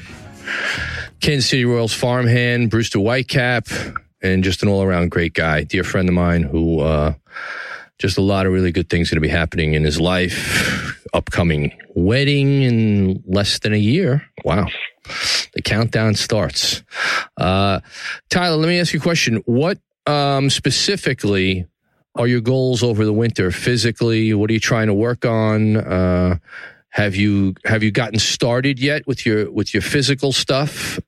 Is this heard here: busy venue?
no